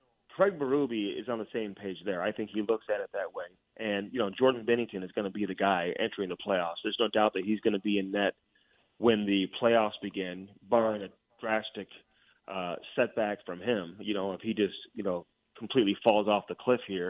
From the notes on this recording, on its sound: over the phone